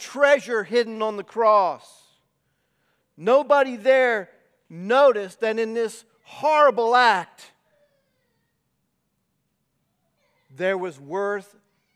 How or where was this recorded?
large echoing room